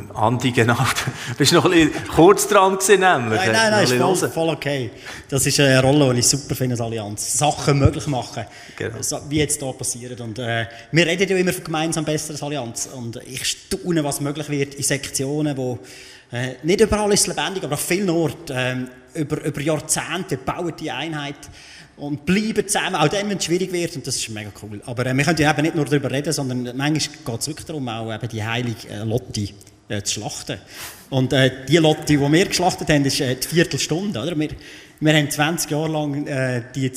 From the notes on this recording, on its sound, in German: Der am Livenet-Jahresfest in der ETG Bern aufgezeichnet wurde. In diesem Talk, der am Livenet-Jahresfest in der ETG Bern aufgezeichnet wurde.